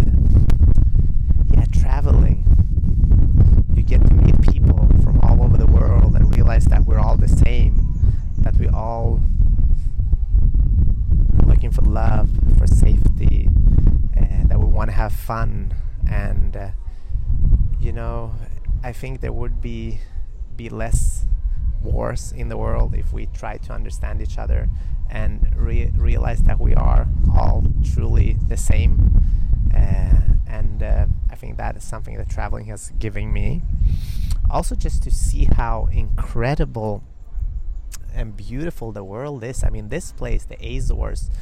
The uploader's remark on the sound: This week's episode is recorded live from a small square on a cobblestone street in the magical island of São Miguel in the Azores. There will be a couple of moments of wind in the recording, my apologies, it's the nature of the islands.